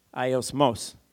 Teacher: the emphasis is on the last syllable